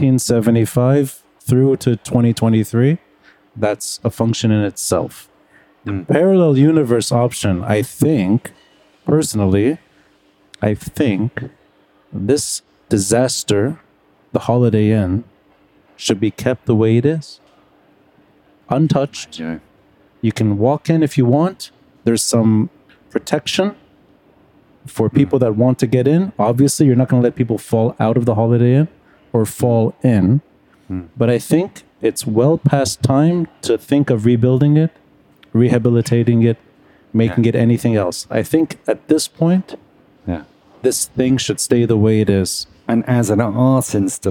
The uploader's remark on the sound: Taped live at Aaliya's Books.